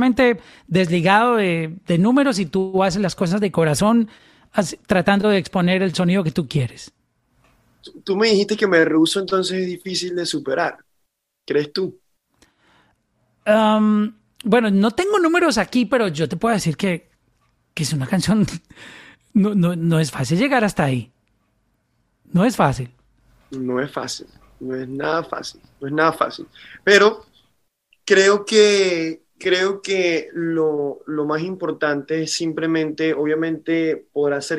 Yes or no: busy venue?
no